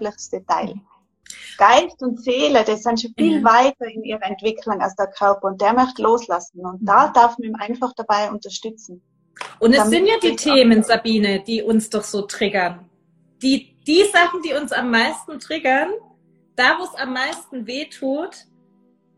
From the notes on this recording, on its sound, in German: Live-Interview auf Instragram